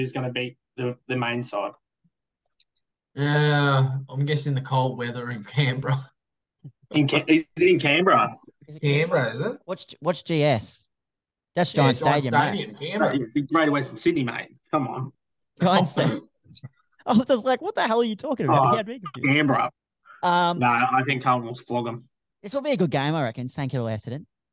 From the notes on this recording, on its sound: The boys had to turn to zoom for this week.